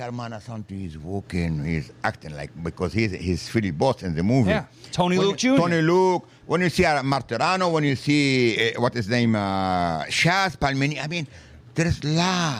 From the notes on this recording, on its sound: in South Philly at The Rim Cafe